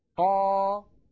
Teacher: نشأت من تطويل فتحة قا، إذن طولت فتحة قا فنشأ حرف الألف · Term: المد الطبيعي